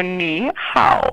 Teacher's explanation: It has to go down and up both times.